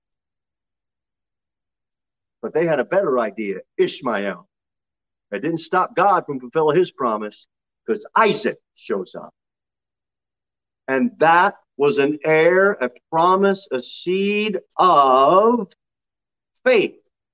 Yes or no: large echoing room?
yes